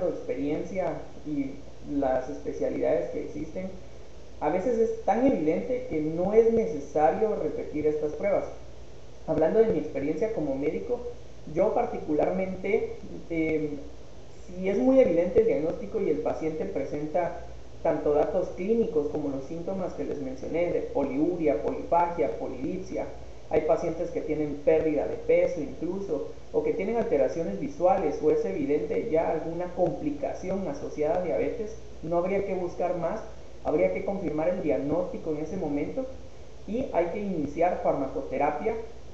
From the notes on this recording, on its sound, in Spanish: Con algunas dificultades de audio